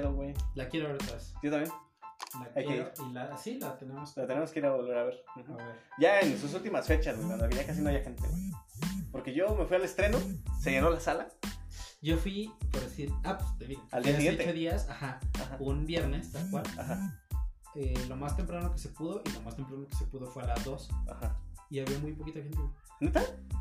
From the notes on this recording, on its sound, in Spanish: Aun estamos probando audios y perfeccionando micrófonos, perdón por la calidad :(